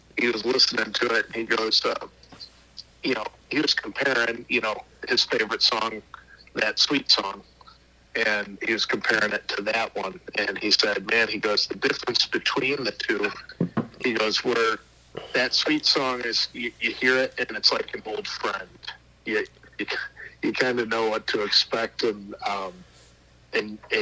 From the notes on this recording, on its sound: burnt the phone lines out to Buffalo, NY